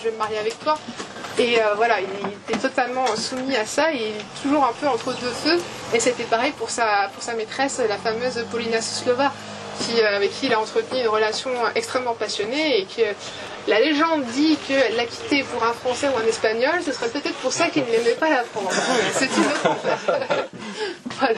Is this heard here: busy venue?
yes